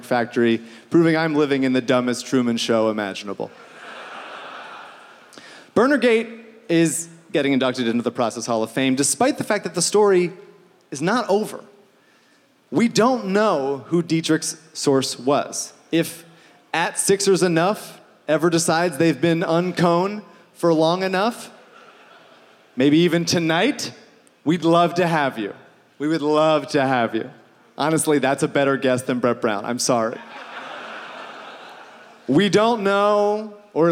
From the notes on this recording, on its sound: made a surprise appearance at Live Ricky IV, surprised the audience with a gift